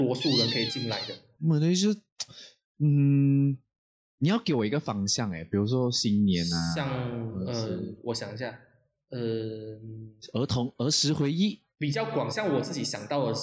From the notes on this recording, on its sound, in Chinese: 進了clubhouse。音質有待加強。